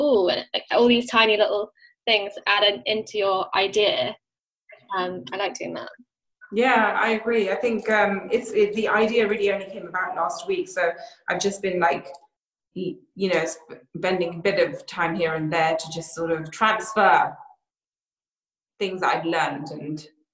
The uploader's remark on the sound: These episodes are recorded over video chat so please bear with us if the sound quality isn't perfect!